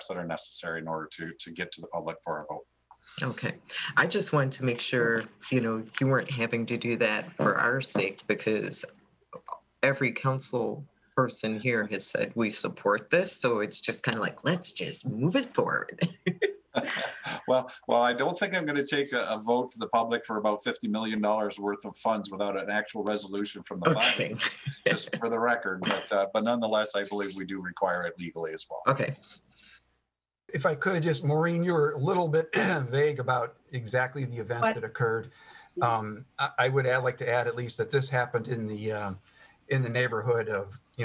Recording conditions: video call